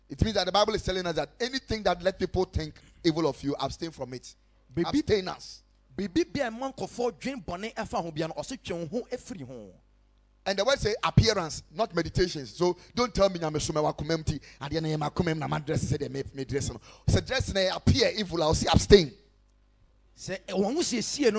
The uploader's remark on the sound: Preached at Ekklesia Chapel